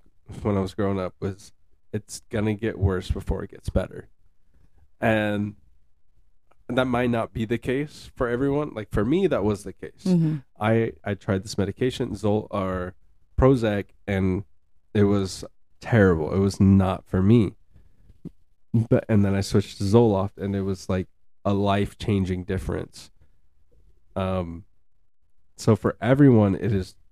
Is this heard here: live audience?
no